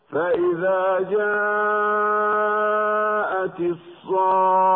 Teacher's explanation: والفرق بينهما أن كلمة الطامة ميمها مشددة فتجب فيها الغنة بمقدار حركتين بعد المد اللازم بمقدار 6 حركات، أما كلمة الصاخة فالخاء ليست من حروف الغنة، وعلى هذا فمد الصاد قبلها مد لازم بمقدار 6 حركات ولا غنة بعد المد